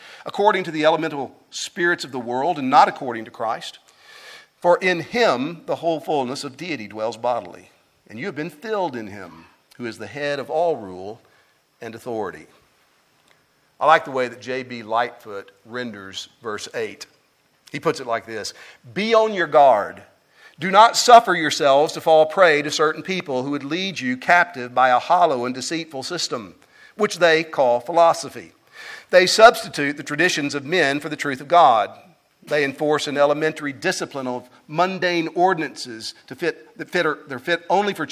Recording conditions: large echoing room